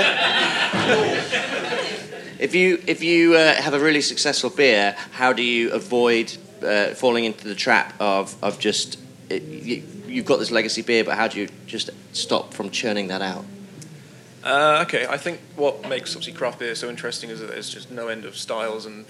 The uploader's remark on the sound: FyneFest 2019. I’m joined on this panel by three people. Apologies for a little background noise, this was recorded at a festival heading well into the livelier portion of its afternoon.